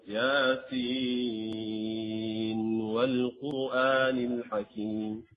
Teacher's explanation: لكن حفصا يفرق لا يقرأ هذا وإنما يظهر ياسين والقرآن الحكيم من غير إدغام